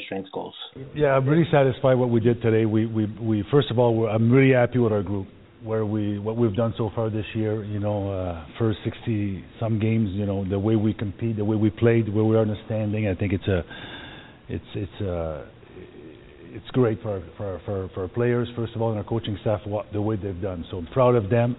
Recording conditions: phone line